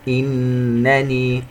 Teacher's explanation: أخرى منفصلة، صالحا وقال، تنوين وبعدها حرف الواو إدغام بغنة، إنني، نون مشددة تغن بمقدار 2 حركات